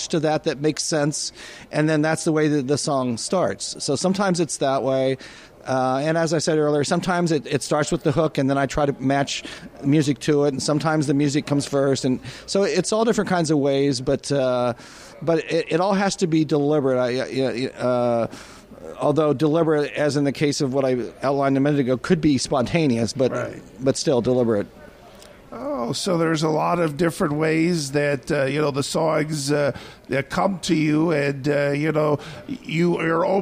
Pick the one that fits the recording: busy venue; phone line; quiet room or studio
busy venue